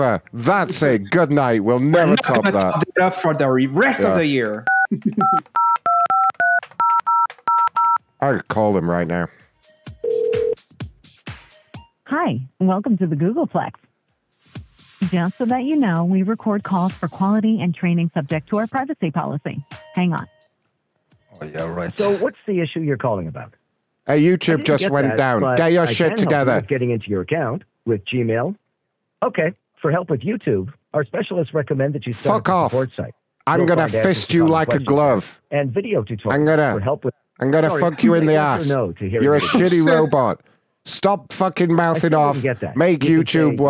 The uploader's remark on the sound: We also got some special incoming calls